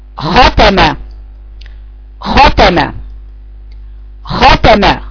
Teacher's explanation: خلي بالك وانت بتقرأ الخاء اقصى لسانك، خلي بالك الحرف ده قال عليه استعلاء بس، الحرف ده ما فيهوش اطباق، اقصى لسان بس مستعلى